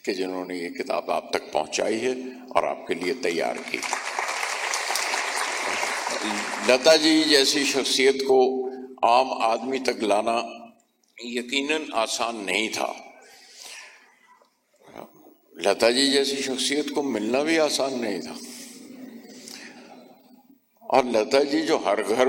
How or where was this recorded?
live audience